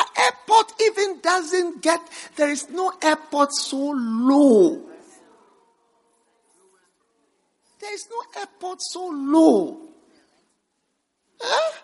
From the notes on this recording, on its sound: Preached at the First Love Center.